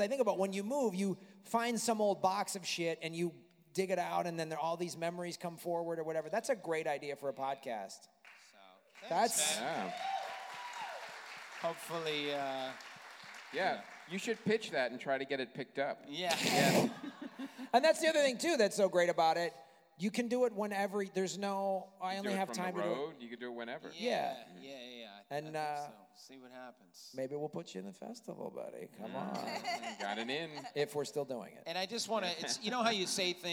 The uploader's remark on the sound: Live From LA Podfest. Recorded in front of a live audience at the 2017 LA Podcast Festival.